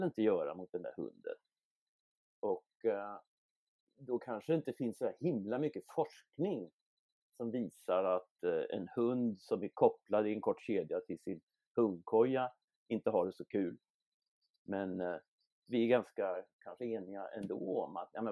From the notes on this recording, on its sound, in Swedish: Tyvärr hade vi ett problem med ljudinspelningen i detta avsnitt.